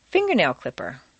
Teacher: Combine 3 things, finger plus nail plus clipper. Leave the stress on the first word, fingernail clipper. Although you're now using 3 words, they still mean one new thing.